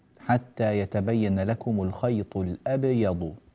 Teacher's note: بين قلقلة الباء في الأبيض أكثر